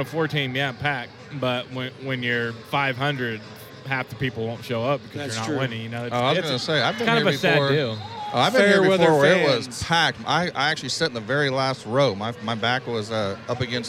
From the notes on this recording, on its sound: Live From Press Row. On this episode we do our first live on location from Charles Koch Arena for the Wichita Skykings game.